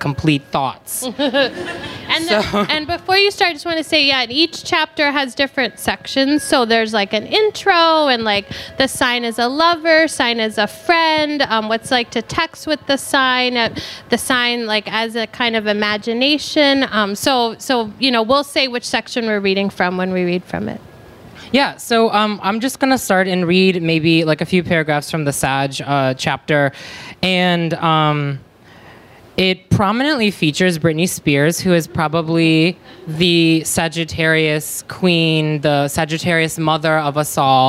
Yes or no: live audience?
yes